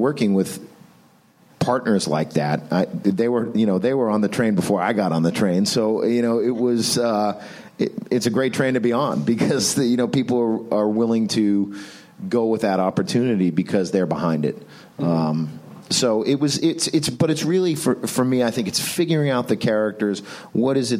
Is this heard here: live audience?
yes